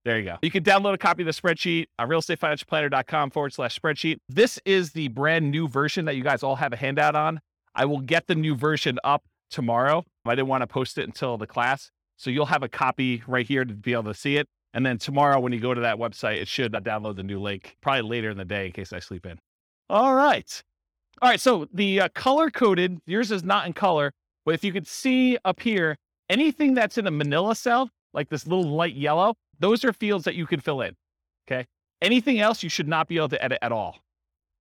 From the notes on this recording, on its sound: This was a live class recorded